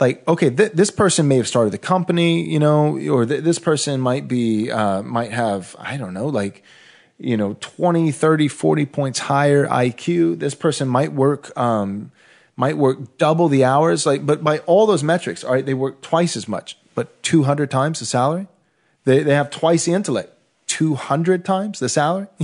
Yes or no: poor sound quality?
no